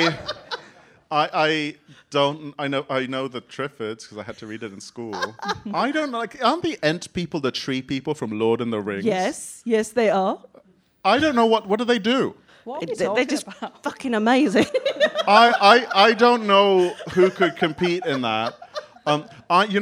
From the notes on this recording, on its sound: London Podcast Festival LIVE. Recorded in front of a live studio audience as part of the London Podcast Festival.